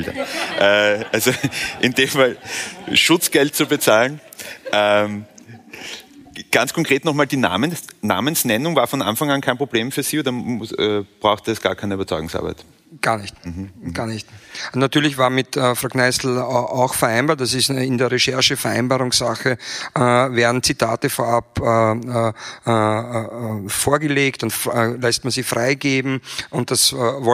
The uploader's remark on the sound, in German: Ein Mitschnitt unserer Mitgliederversammlung aus der Roten Bar des Volkstheaters.